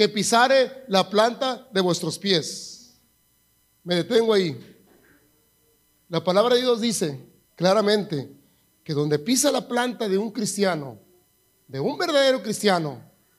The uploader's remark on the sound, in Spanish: grabado en Iglesia La Casa Del Alfarero en Edinburg, TX